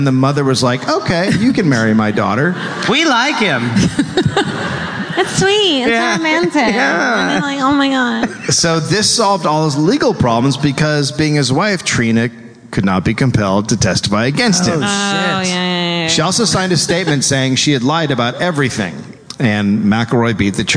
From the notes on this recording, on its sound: live from The Orpheum theater in Los Angeles!